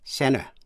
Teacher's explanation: Trong khi nói, người Mỹ đọc lướt qua vần T. Nếu trước nó có vần N và sau đó có một nguyên âm, tức là vowel. · Term: Silent T